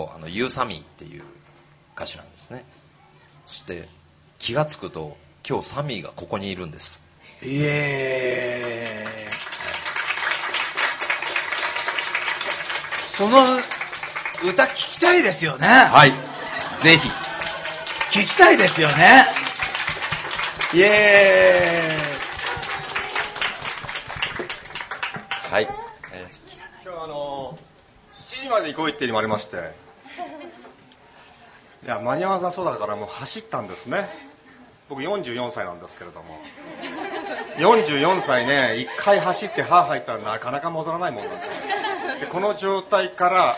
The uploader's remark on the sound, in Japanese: ビジツタ 公開収録イベント。TSUTAYA TOKYO ROPPONGIプレゼンツ。トークライブ。